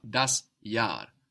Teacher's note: For example, the year is das Jahr, that's spelled J-A-H-R, and that H just stretches out that vowel